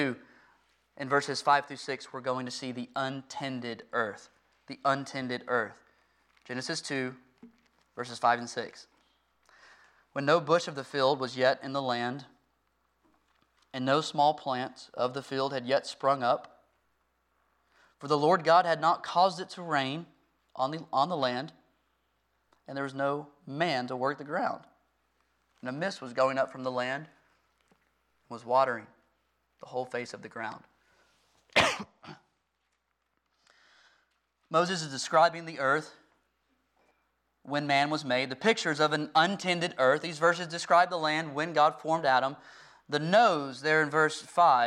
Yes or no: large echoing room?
yes